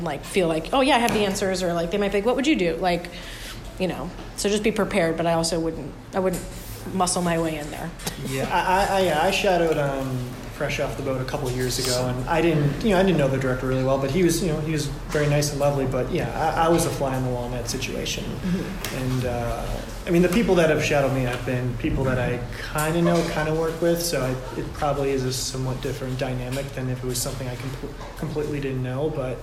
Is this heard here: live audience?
yes